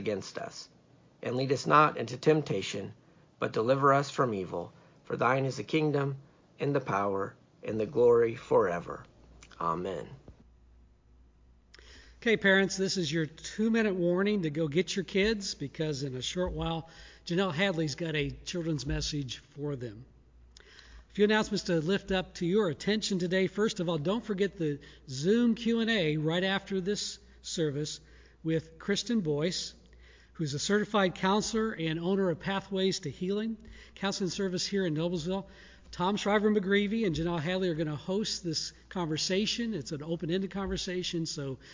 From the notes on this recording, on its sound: Shot live from the Sanctuary of Noblesville First United Methodist with pre-recorded elements mixed in!